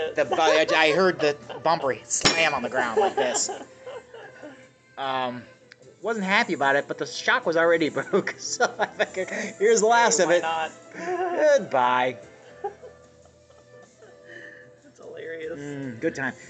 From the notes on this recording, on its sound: A sit down at Lagano's Cafe (Eastlake, OH).